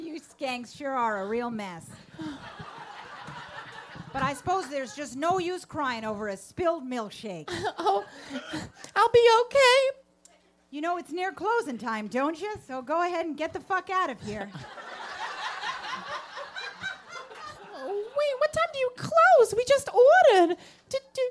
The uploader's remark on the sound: This is the full live recording of "Grease-Live at the Comedy Cellar". Taped in front of a live audience at the Village Underground in the West Village.